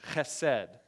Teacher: you put a guttural into that H